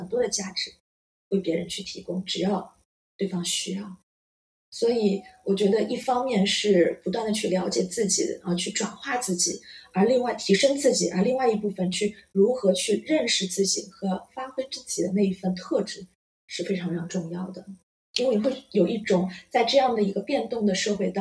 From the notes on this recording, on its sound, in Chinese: 這集錄音時發生點意外，聲音不太好，後期努力調整了，但還是不太行。